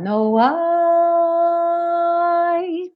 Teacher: E aí no finalzinho, então, no I, que fica segurando essa nota, lembrando que como essa palavra é I, I, quando você for sustentar, você sustenta o A e deixa o I só para finalizar. No I.